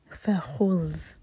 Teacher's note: ذال کے لیے ہماری زبان اوپر والے دانتوں کو ٹچ کرنی چاہیے اور زبان کی ٹپ تھوڑی سی باہر ہوگی